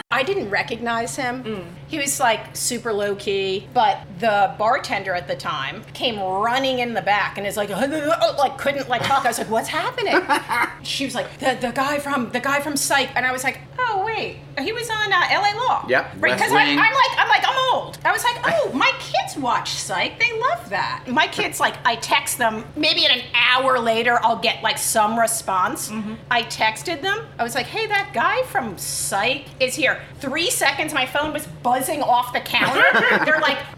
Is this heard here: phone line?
no